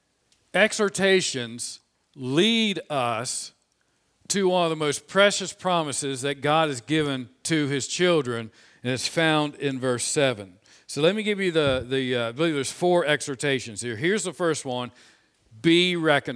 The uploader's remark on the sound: This sermon was preached on Sunday, April 25, 2021 from the pulpit of Grace Community Church in Berea, KY.